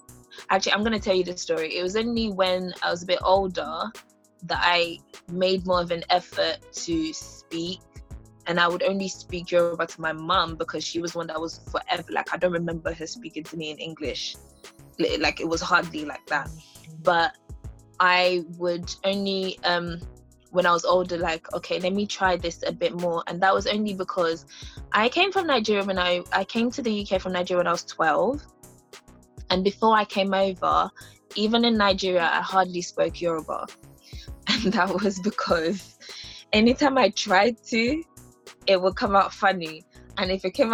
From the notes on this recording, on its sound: The quarantine limits which meant that we had to record via zoom, so please accept my apologies for the quality of the episode.